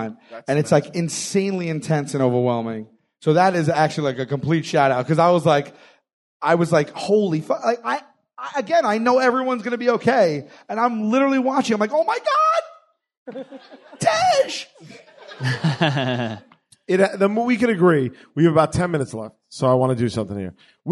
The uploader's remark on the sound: Recorded March 31st at the Gotham Comedy Club. The first ever live WSY in the United States! At the Gotham Comedy Club immediately after the Furious 7 screening.